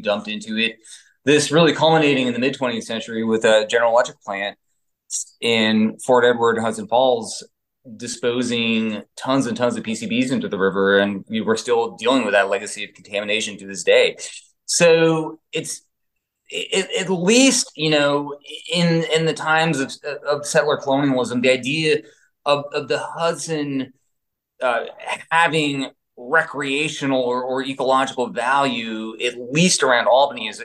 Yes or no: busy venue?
no